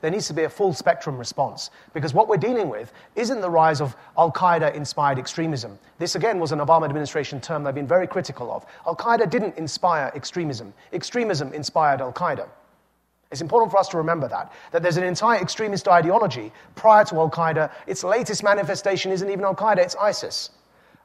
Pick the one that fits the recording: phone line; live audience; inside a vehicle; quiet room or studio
live audience